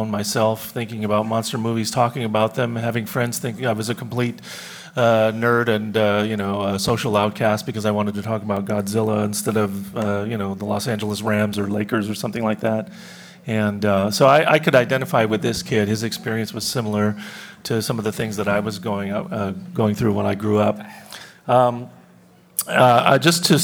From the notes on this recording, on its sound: Live at G-Fest 2019. At this panel from G-Fest 2019.